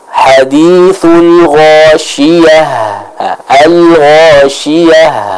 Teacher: Harus ada suara dan juga udara yang mengalir dari pengucapan huruf H di akhir dari ayat yang pertama tersebut. · Term: ta marbutah